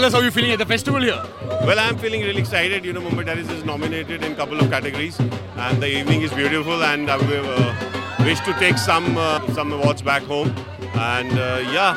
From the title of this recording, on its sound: Exclusive Red Carpet Interviews IFFM 2022